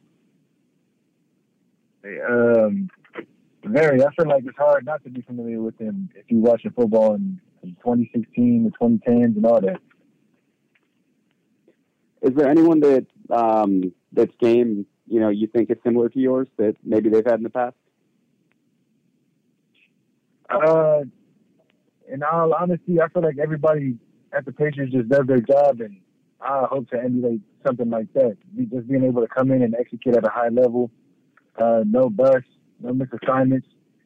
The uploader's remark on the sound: addresses the media during his conference call